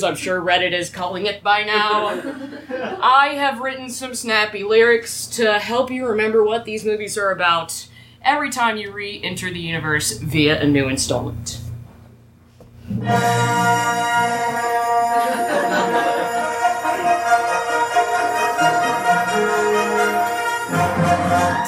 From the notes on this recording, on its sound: Live at UCB Franklin! We took a trip out to Los Angeles to do a couple shows.